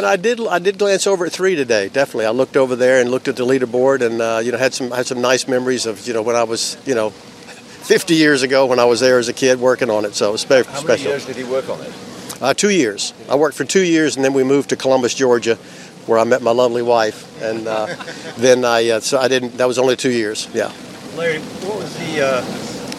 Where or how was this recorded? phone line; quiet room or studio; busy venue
busy venue